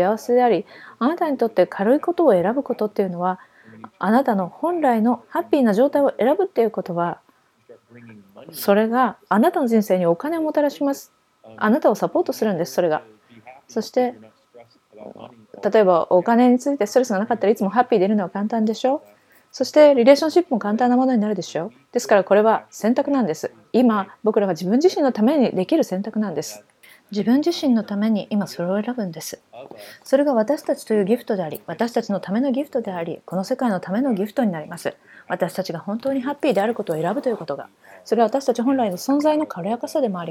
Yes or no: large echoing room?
no